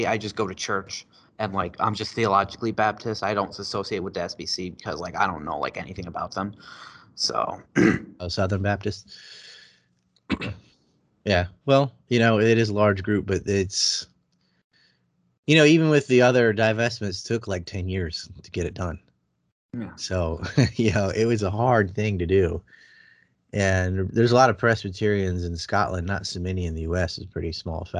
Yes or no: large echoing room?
no